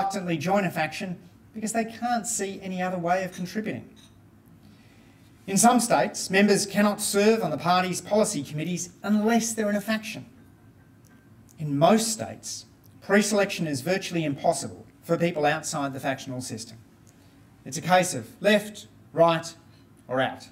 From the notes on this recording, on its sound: recorded at the John Cain Lunch on the 19th of July 2023, hosted by Per Capita